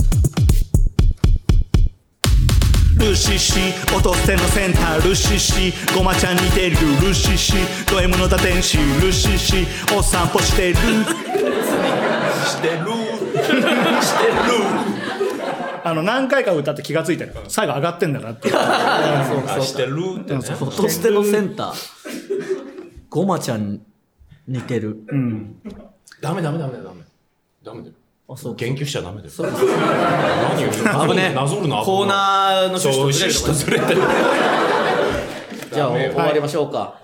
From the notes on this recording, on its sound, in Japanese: 八丁堀まで来て！人集めて！第二回公開収録 昼の部。公開収録です。